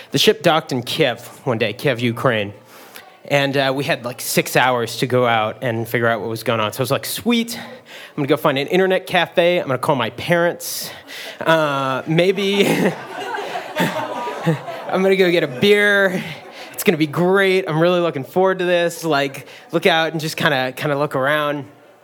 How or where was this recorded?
live audience